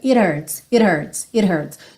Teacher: o H não é exatamente um som muito forte. Ele é um arzinho · esse H some um pouco e ela faz rarara nesse T. Isso é um pouco comum porque o H não é exatamente um som muito forte.